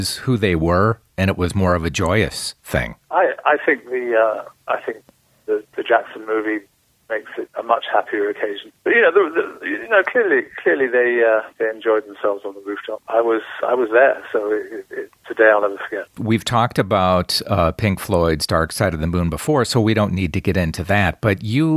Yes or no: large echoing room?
no